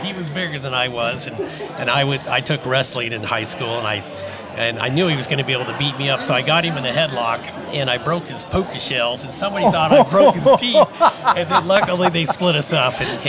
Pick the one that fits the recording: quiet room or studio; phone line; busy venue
busy venue